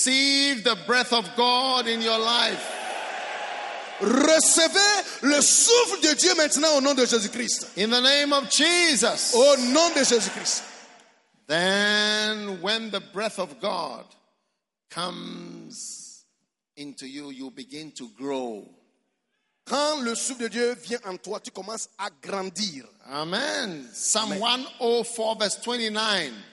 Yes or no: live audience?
yes